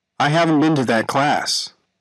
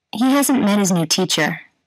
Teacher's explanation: Listen to how the sound t of the negative contraction disappears in natural speech. · Term: Sound reduction